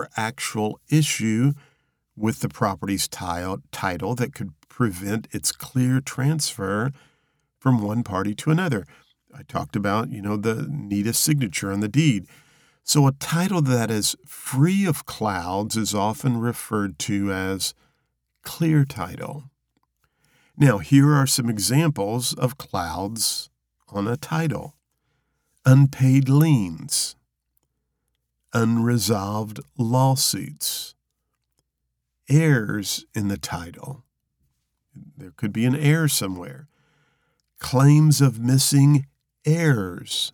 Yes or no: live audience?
no